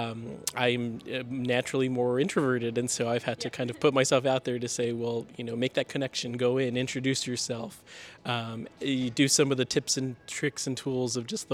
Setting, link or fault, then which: setting, busy venue